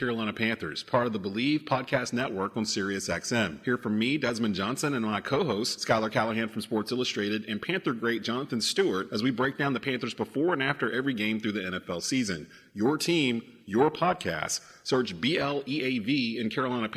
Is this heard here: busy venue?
yes